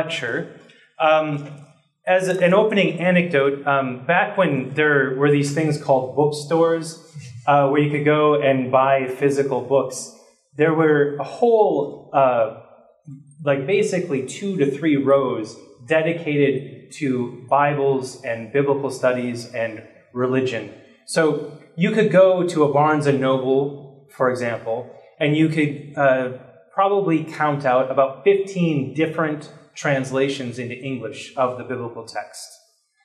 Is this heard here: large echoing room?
yes